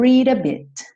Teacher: Esse D do read virou rarará, então ficou read a bit, ok?